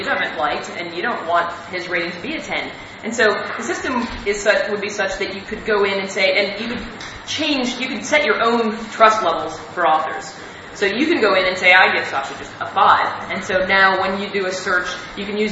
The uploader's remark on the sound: a talk they gave at the 2002 Mind States conference that was held in Jamaica